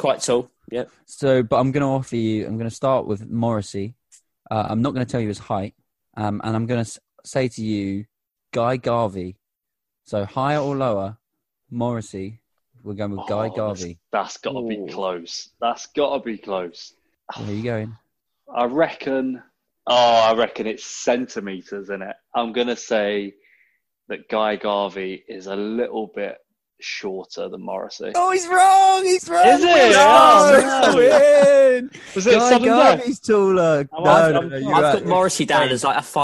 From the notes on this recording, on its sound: Convene on Zoom.